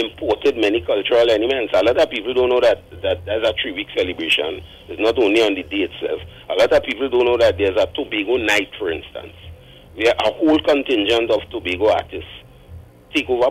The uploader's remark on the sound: During this hour we take calls from our audience